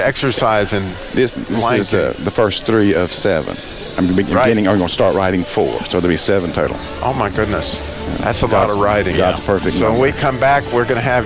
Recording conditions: busy venue